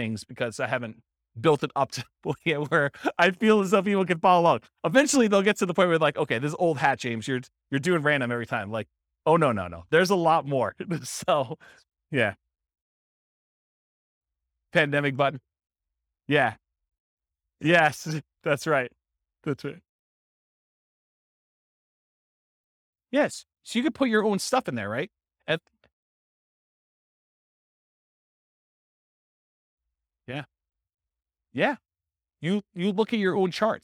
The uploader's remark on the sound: This was a live class recorded.